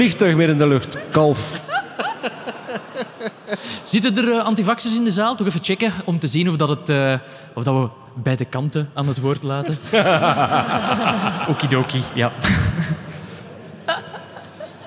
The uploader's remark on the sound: Nerdland Special: Science Comedy (Live in Captain Comedy Club).